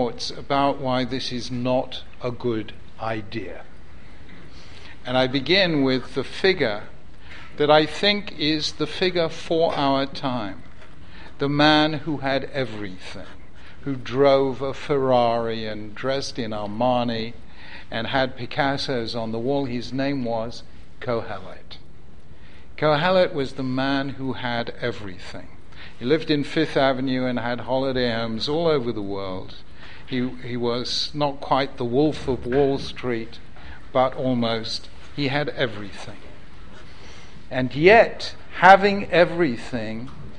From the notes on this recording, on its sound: Originally recorded at Yeshiva University on 19th March 2014.